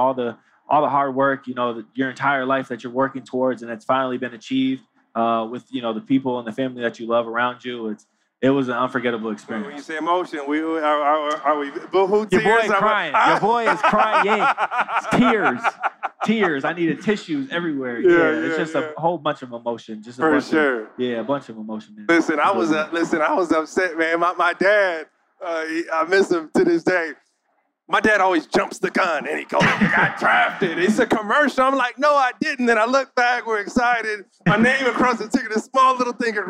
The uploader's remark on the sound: LIVE from NBA Con at Summer League in Las Vegas